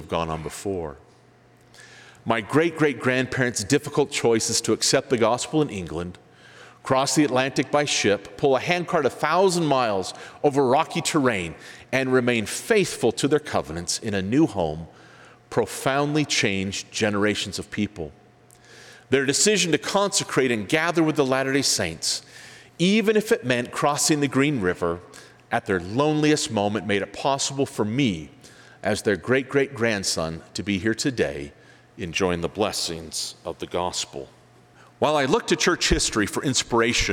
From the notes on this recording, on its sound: On Tuesdays, we'll bring you live devotionals and forum addresses from the BYU campus.